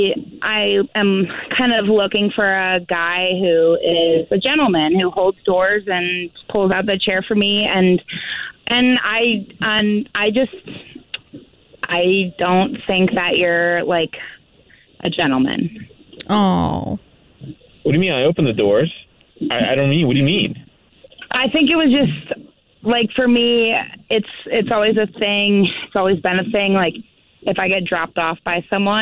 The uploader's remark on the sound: We get that other person on the phone